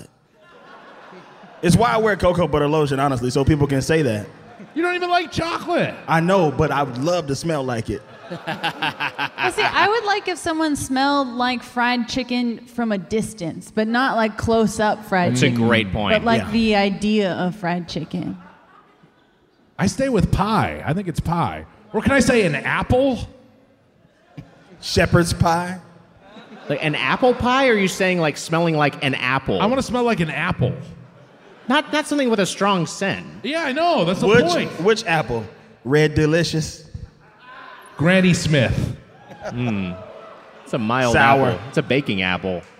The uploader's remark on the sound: Recorded live at The Riviera Theatre in Chicago on June 24, 2023.